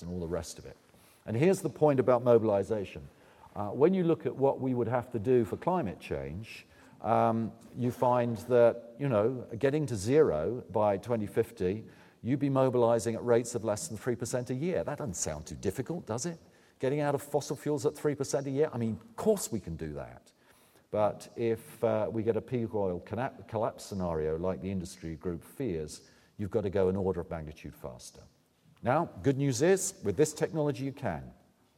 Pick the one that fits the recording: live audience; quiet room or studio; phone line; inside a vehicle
live audience